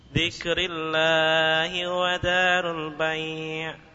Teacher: Dhikrillah, panjang dulu lamnya.